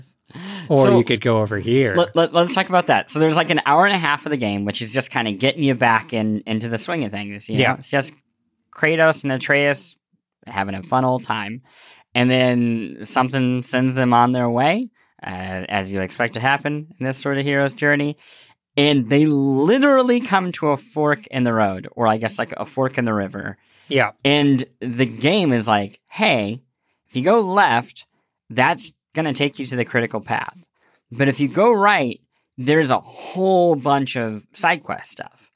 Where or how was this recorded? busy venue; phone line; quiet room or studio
quiet room or studio